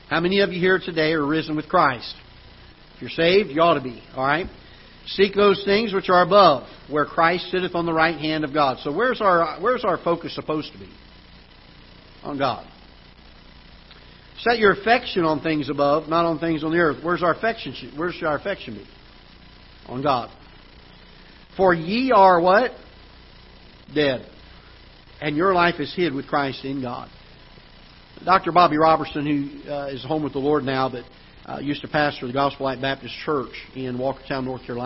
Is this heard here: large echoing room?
yes